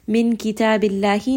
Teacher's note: name of Allah here is going to be heavy